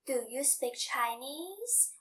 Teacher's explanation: For instance, when we said do you speak Chinese? We use rising intonation, because we are expressing a question sentence.